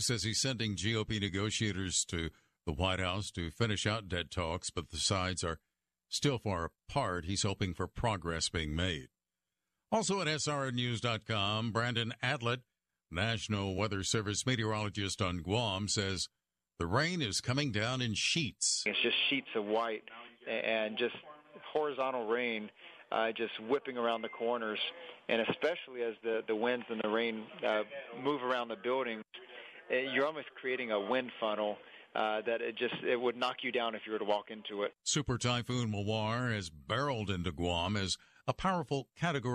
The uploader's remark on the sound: Called in from Jerusalem.